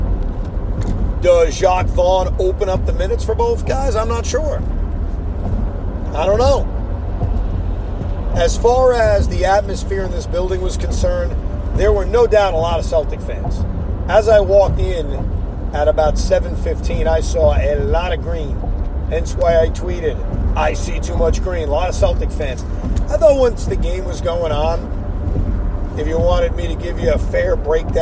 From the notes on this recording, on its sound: While driving home from Barclays Center.